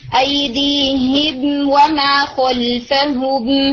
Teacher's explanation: तमाम क्वालिटीज को पूरा करेंगे मगर लंबा गुन्ना नहीं करेंगे, यानी गुन्ना को लेंथन किए बगैर उसको जाहिर करना ये क्या होगा इजहार शफवी · उसके मखरज और उसकी तमाम क्वालिटीज के साथ स्पेसिफिकली इजहार शफवी, मीम साकिन को उसके मखरज से बोलेंगे, उसकी तमाम क्वालिटीज को पूरा करेंगे मगर लंबा गुन्ना नहीं करेंगे, यानी गुन्ना को लेंथन किए बगैर उसको जाहिर करना ये